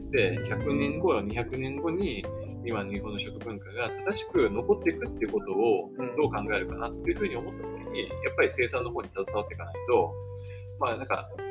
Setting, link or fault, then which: fault, background noise